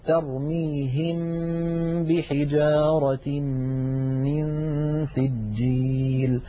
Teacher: أن تأتي ميم ساكنة بعدها باء اسمه الإخفاء، نطبق الشفتين هكذا على الميم ونغن ثم نفتحهما على الباء